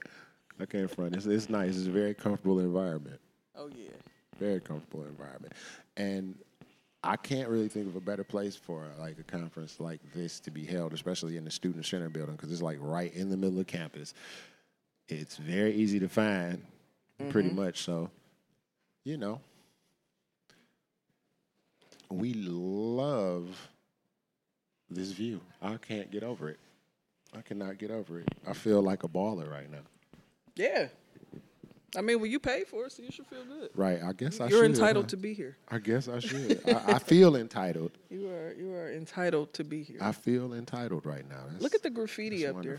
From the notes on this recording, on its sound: go on location to Wayne State University for the Queering Racial Justice Conference